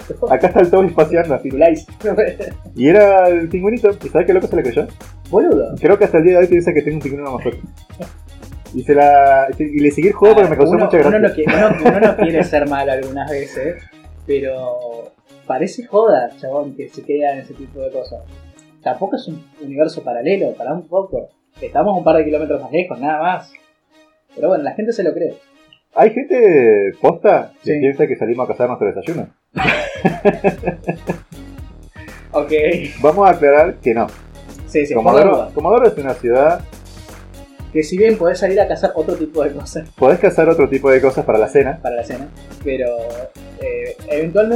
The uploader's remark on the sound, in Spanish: Se escucha mal pero como somos unos caraduras lo subimos igual. El podcast comodorense. Este piloto se escucha mal, es verdad.